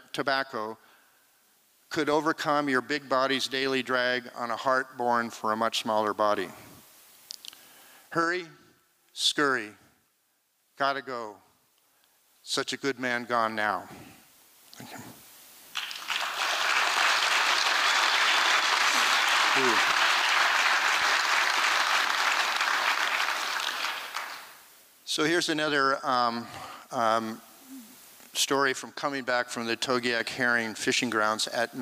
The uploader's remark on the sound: 2023 FPG-Liberty Theatre-Saturday Night-Fourth Set. This recording was made on Saturday, February 25th, 2023, at the Liberty Theatre in Astoria, OR as part of the FisherPoetry Archive Project.